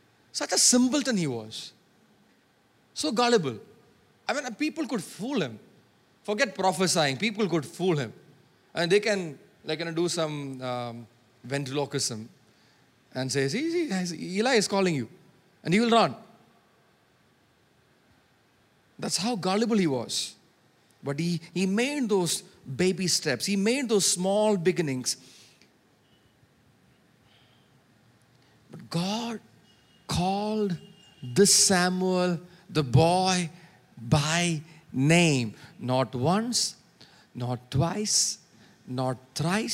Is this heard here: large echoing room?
yes